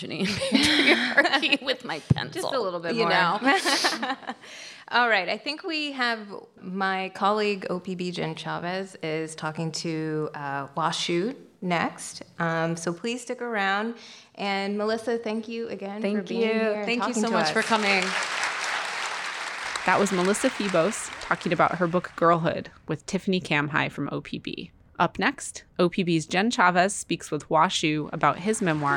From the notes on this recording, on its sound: We bring you an event from the 2022 Portland Book Festival, which took place on Saturday, November 5, 2022. The hour is split into two halves of thematically related conversations.